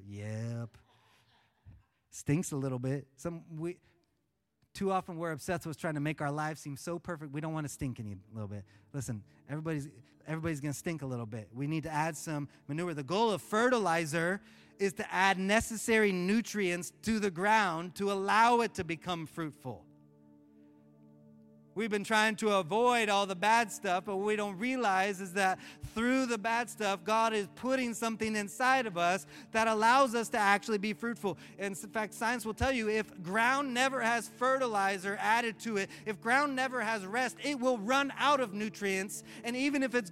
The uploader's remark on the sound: Live from Orlando, Florida.